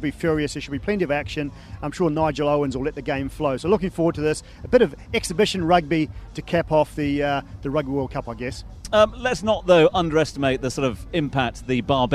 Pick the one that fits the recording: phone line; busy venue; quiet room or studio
busy venue